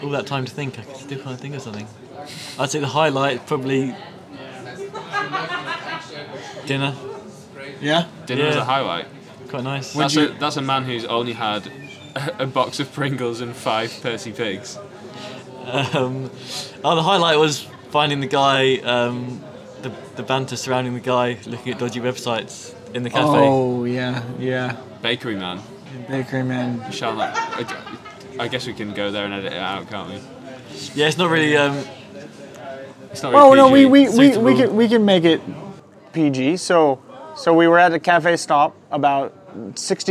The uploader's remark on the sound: The second in a series of campfire conversations, recorded at the end of each day as 6 friends ride across a country.